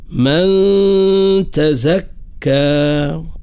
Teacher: النون الساكنة نعطيها قاعدة الإخفاء مع إبراز الغنة